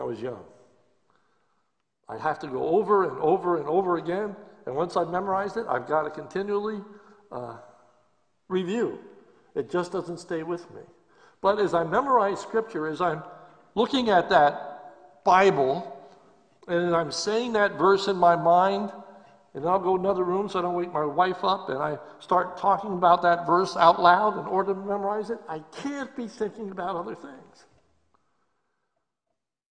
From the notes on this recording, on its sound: This is a sermon recorded live at Lebanon Bible Fellowship Church in Lebanon, PA on 12/13/2020 during the evening service.